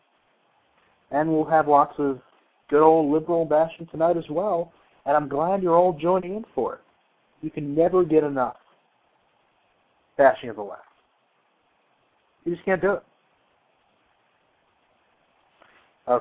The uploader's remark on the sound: Receive a surprise phone call.